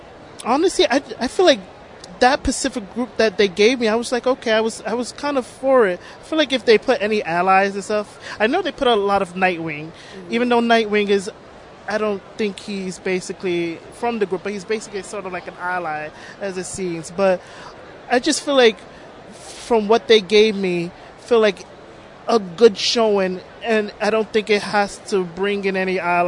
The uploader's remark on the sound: recorded at Toronto Comicon